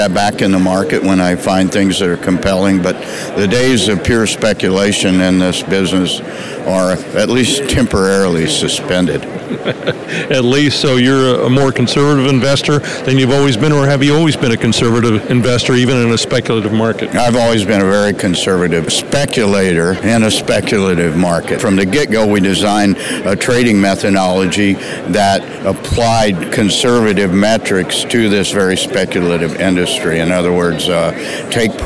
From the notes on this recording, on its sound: visits friends and sponsors at the Vancouver Resource Investment Conference